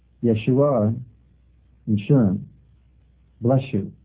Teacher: S and Y equals S-H.